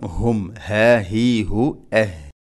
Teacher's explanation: ഹും ഹ തൊണ്ടയുടെ താഴെ ഭാഗം